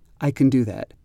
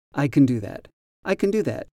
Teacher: in can, C-A-N, the vowel is often reduced to a sound like uh